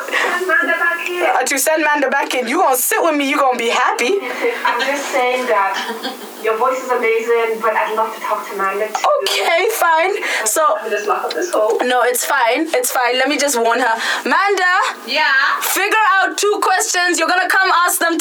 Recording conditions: poor sound quality